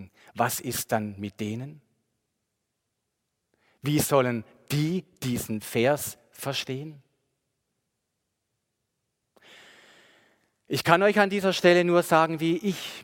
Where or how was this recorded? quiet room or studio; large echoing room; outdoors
large echoing room